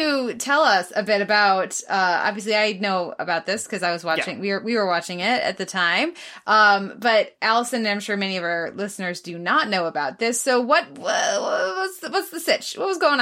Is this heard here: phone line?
no